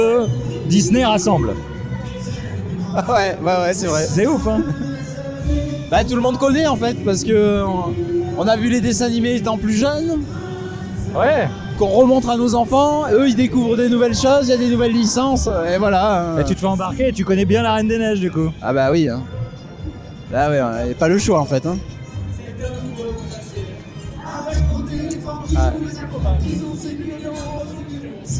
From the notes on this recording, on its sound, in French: un épisode en mode live avec une couverture de la Geek expo en Avignon